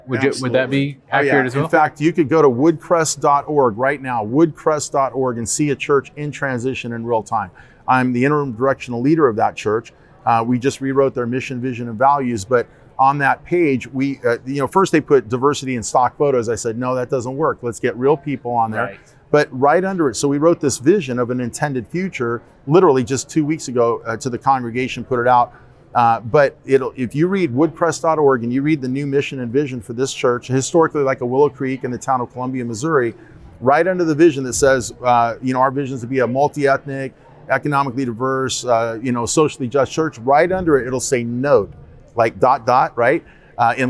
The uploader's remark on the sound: NRB 2021 Backstage Pass. We recorded these interviews at the 2021 National Religious Broadcasters Convention in Grapevine, TX at the Gaylord Texan.